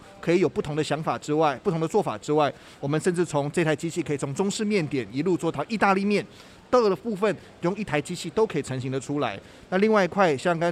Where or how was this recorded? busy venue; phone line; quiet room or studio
busy venue